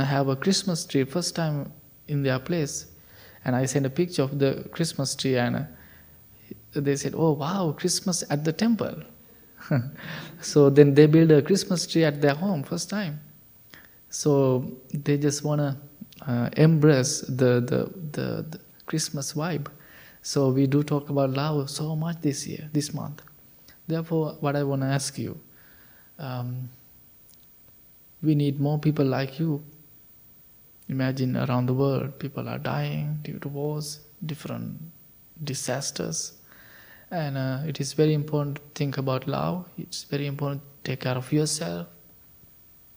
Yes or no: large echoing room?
yes